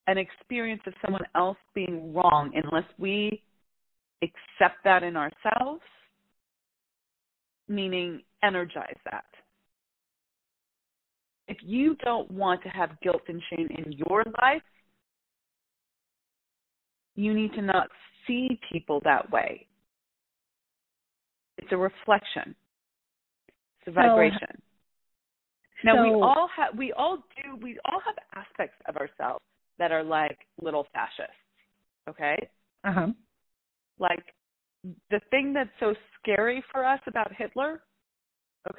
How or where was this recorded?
phone line